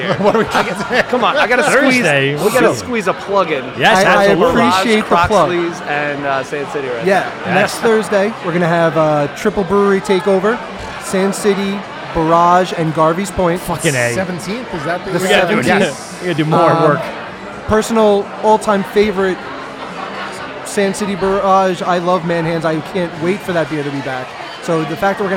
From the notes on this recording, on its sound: broadcasting live from Croxley's in Farmingdale for LI Craft Beer Week